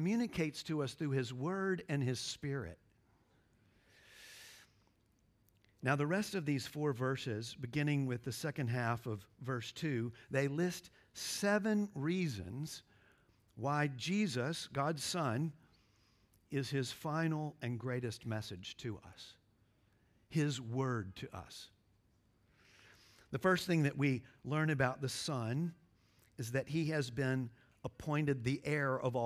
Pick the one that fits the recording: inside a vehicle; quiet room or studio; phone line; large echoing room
large echoing room